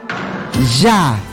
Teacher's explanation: la Y es un fonema palatal. Es decir, se origina cuando el aire sale a través de la zona central de la lengua.